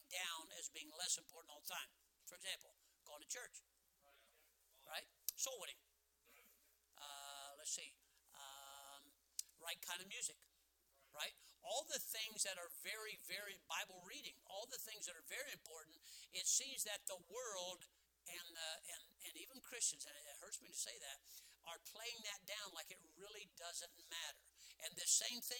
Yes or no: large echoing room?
yes